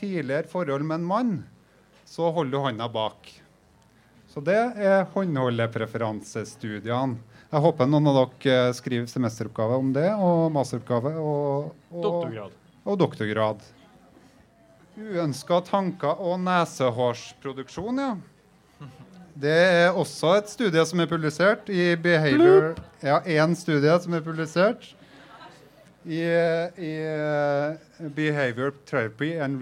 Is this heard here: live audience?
yes